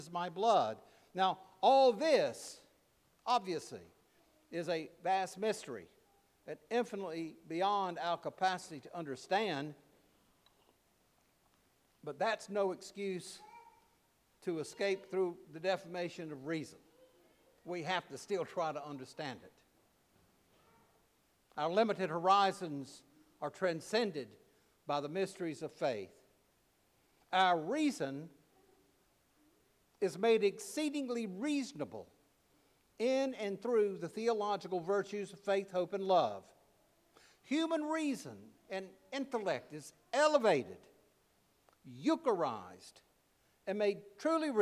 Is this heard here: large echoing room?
yes